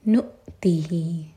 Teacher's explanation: حمزہ پر cut off sound اور ہی ضمیر سے پہلے تی پر زور